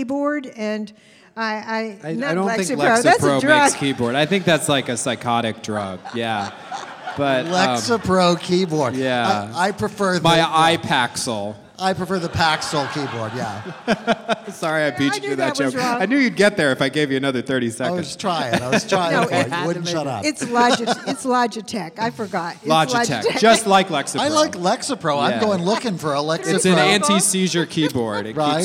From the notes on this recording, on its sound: In the first ever “live on location” episode of The Dinner Party Show. LIVE from the floor of Bent Con, the only convention dedicated to celebrating LGBT contributions to pop culture and geekdom.